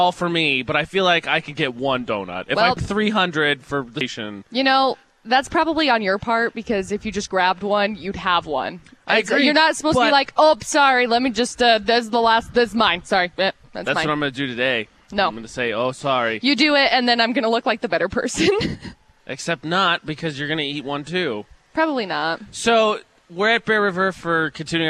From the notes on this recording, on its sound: broadcast live from Bear River High School